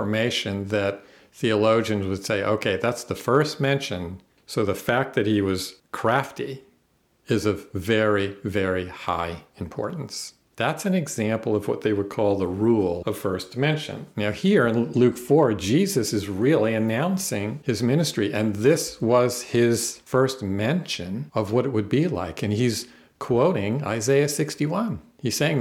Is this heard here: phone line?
no